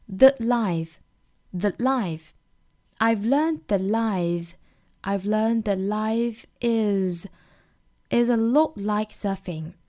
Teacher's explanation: That 作为一个虚词哈这里面呢我们要弱读它成一个 That 并且尾音的 T 我们做省音处理因为后面呢是 L 一个辅音打头